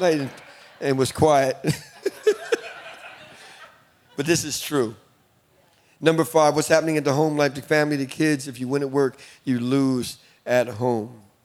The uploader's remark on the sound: In this episode, we are stepping into our Inspire Leaders Conference 2022. Equipping our Gateway leaders in one of our conference sessions!